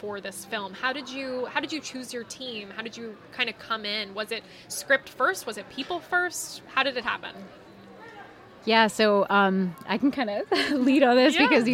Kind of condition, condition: setting, busy venue